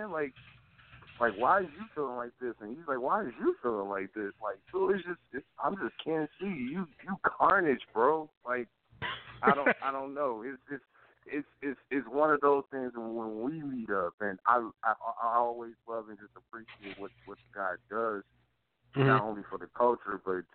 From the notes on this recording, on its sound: Calls in at the 11:15 mark for a live phone in interview. Coming at you live from Saint Paul, Minnesota. Phone lines open then.